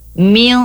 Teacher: Ya, contohnya di sini, di bawah sini, ada nun mati bertemu dengan huruf to, ya, huruf to salah satu dari huruf yang 15 ini, maka nanti bunyi N-nya dibaca samar disertai dengan dengung, ya. Jadi dengungnya sekitar 2 harokat. · Term: ikhfa